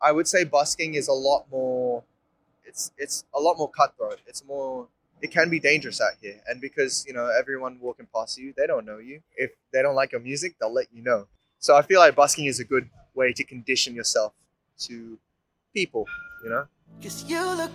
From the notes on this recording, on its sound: Interview recorded on June 8, 2023 (Swanston Street, Melbourne Central Business District)